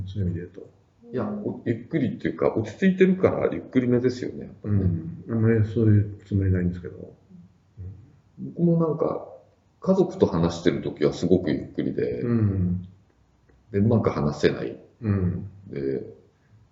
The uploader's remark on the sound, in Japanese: 旧マイクで音声ややわるいです